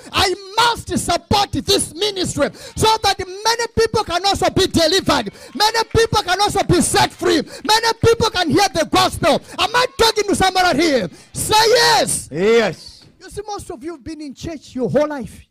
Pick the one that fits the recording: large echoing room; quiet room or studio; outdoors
large echoing room